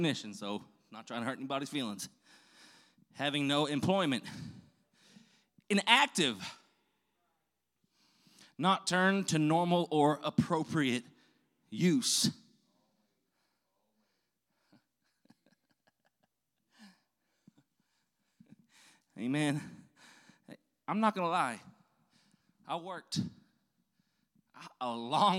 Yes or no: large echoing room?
yes